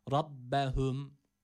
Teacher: Rabbehum kelimesindeki ra'ya dikkat edelim. Kalın okunması gerekiyor. Yine A sesi verdik.